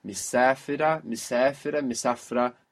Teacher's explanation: Very naturally the I gets lost.